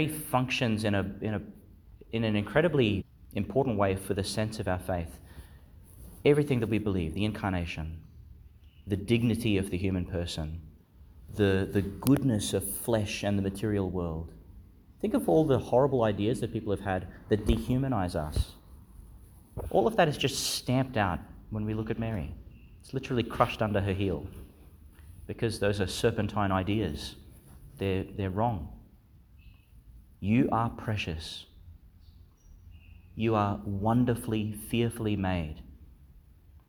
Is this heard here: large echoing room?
yes